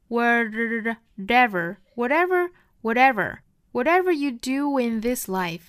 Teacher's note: whatever 这里面 t 的发音变成了一个 flap t 闪音， whatever you do in thislife，这个 do 和后面的 in 同样是连读的。 Whatever you do